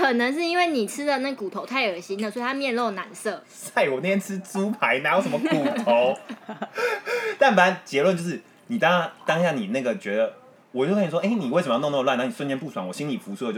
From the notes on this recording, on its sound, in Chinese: 本集因場地問題，聲音品質較不佳。一邊露營一邊錄音一邊喝酒。